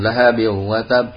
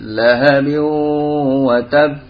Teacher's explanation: Dan idgham bi gunah itu harus ditahan ya. · Shown in: second take · Jangan cuman lahabin wa tab, tapi lahabin wa tab.